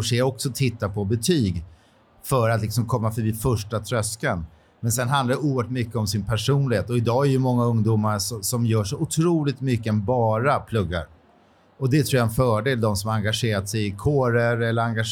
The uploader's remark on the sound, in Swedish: Under säsongens första mässa i Stockholm tidigare i år så anordnades en "A cup of"-livepodd i tre delar